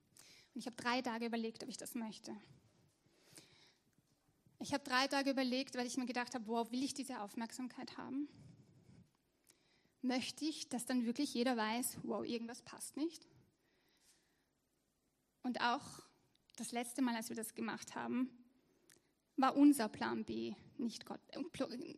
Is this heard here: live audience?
yes